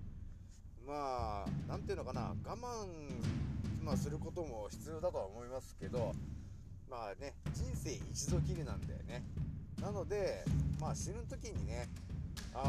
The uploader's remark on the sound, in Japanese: 少し音声が小さくなってしまいました。すまん。